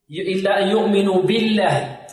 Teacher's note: وترقق في لفظ الجلالة إذا سبقت بكسر